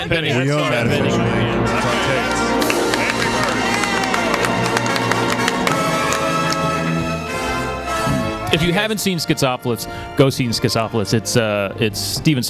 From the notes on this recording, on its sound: Live From Whedonopolis. The all-things-Joss-Whedon fan convention in Los Angeles.